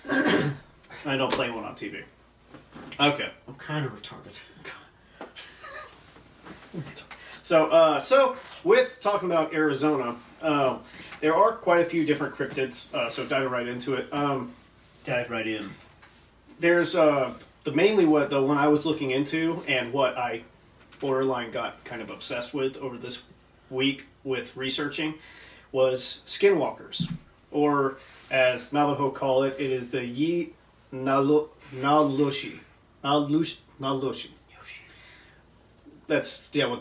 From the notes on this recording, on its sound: Sorry for the audio quality, our mics were having issues!